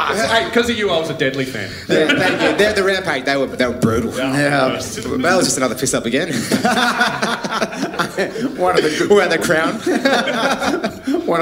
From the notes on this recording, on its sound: Recorded live at the Comics Lounge in North Melbourne, we present our first live show.